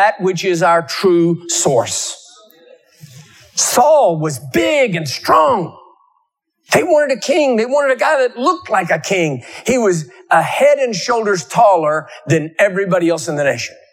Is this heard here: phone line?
no